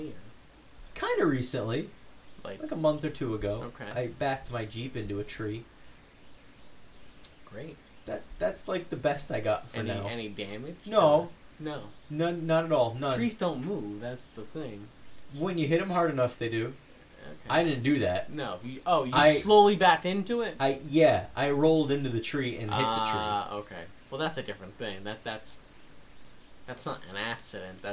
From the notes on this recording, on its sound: I know the quality isn't the greatest